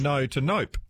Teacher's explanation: It's interesting how that kind of P ending actually gets tacked on the end of actually other words as well when you're being emphatic. So it is, but it is elongated, so it's going from no to nope.